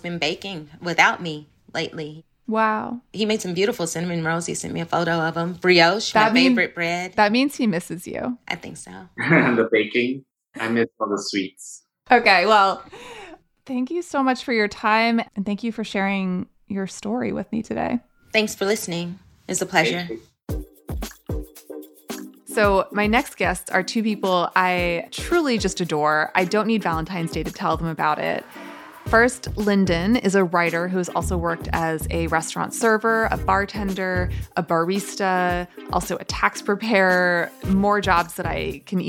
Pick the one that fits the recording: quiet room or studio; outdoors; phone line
quiet room or studio